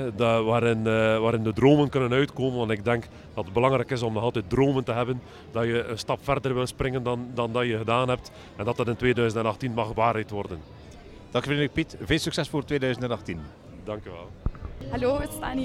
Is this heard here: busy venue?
yes